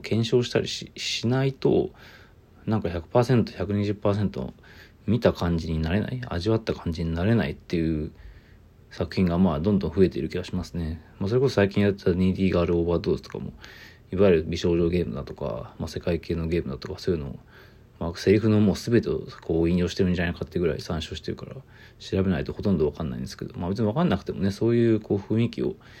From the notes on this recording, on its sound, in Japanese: From Radiotalk。ボイスメモです。